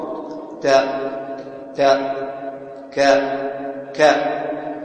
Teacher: فيها شدة وما فيها رخاوة، كمال الاعتماد على المخرج، ولا تترك فرجة يجري الصوت · Term: الشدة والهمس